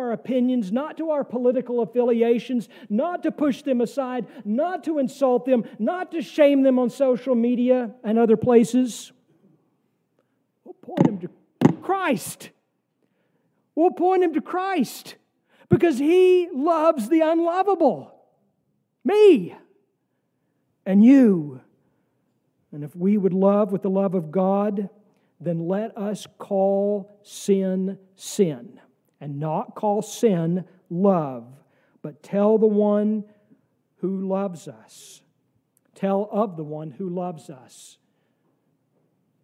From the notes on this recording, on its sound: sermon from our service on the second week of Advent, December 10, 2023